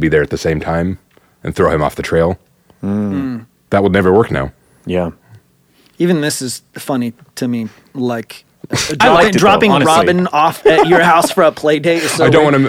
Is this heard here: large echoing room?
no